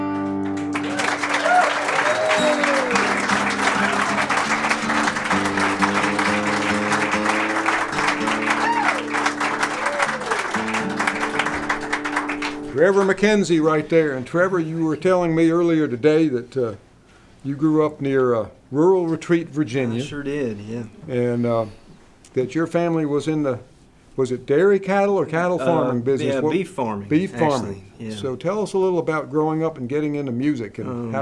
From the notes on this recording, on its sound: Our recordings come from a May 19, 2018 concert at Jones House Community Center in Boone, NC. Our recordings come from a May 19, 2018 concert at Jones House Community Center in Boone, NC. The event is part of ATBR ’s Blue Ridge Music Trails series.